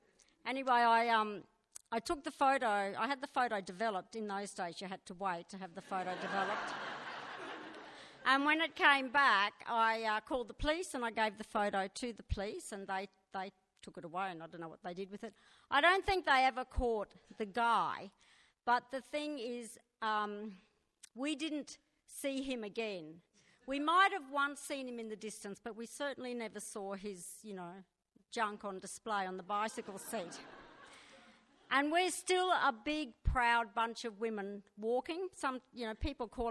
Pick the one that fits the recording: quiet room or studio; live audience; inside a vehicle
live audience